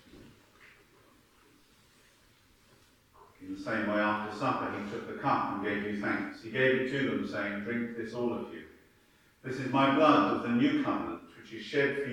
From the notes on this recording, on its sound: Sunday morning service from the church of St Peter and St Paul, Hawkley